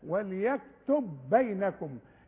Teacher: عند الوصل بعدها باء، هتبقى اتنين باء مثقلة، هدخل الباب الباء دي في الباب دي، تبقى الباء مثقلة مشددة، وهتلاقوا الباء التانية عليها الشدة.